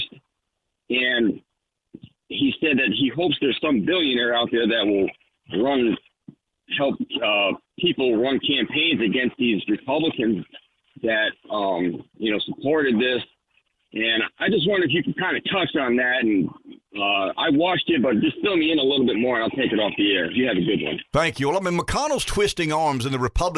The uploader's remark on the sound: calls in from Washington